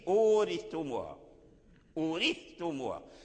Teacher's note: الثاء عند التاء أيضا مخرجهما متقارب لأنهما جميعا من رأس اللسان، فالذاء الثاء يخرج مع الذال ومع الضاء من رأس اللسان ورؤوس الثنايا العليا، والتاء ذكرنا مخرجه.